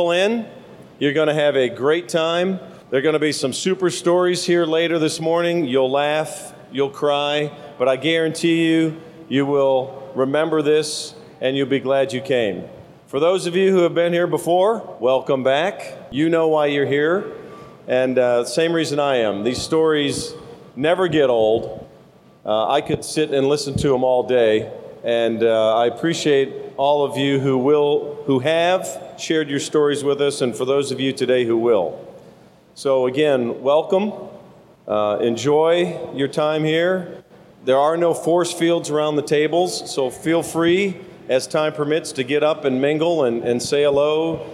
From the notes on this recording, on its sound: recorded live September 9, 2016 at the Air Force Reserve 911th Airlift Wing in Moon Township, Pennsylvania.